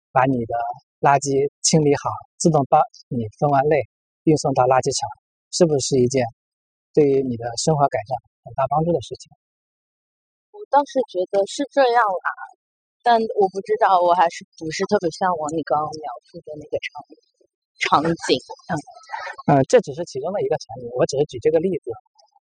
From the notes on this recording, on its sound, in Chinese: 边走边聊